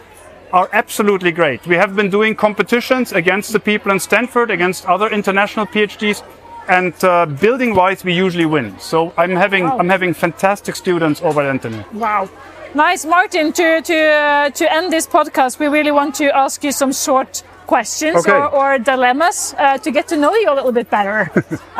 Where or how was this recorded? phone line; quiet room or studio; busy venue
busy venue